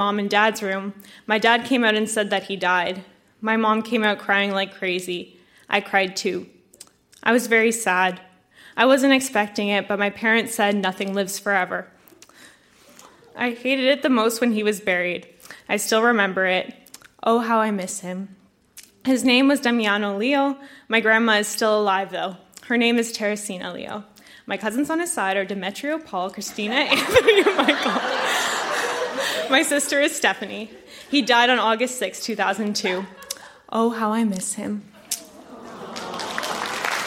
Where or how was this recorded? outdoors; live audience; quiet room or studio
live audience